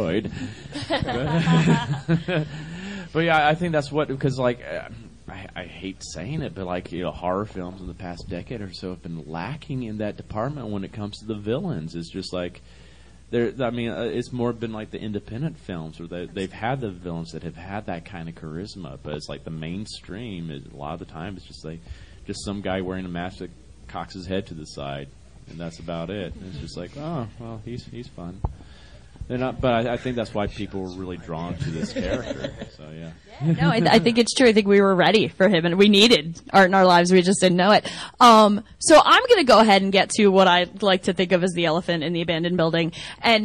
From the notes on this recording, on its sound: Pop Rock n' Horror Convention | Gettysburg, PA | June 2, 2019